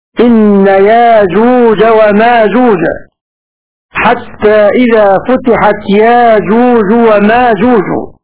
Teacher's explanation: فقرأ بإبدال همز يأجوج ومأجوج ألفا